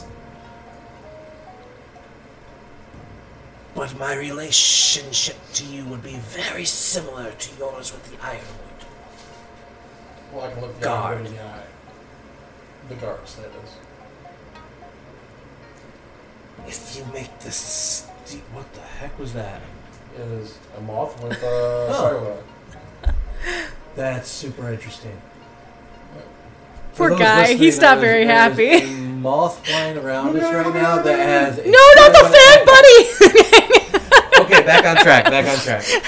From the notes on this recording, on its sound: Due to technical difficulties the sound quality on this episode is not the best.